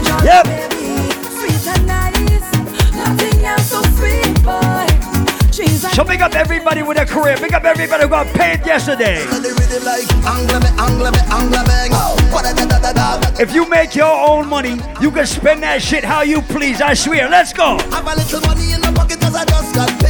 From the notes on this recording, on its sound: ISLAND SATURDAYS IN PROVIDENCE. Live audio recording from my segment at Island Saturdays.